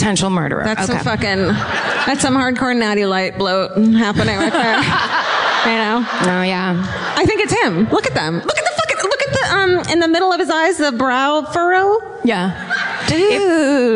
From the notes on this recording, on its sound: Live At The Wilbur. We're in the combat zone for a live episode of My Favorite Murder in Boston!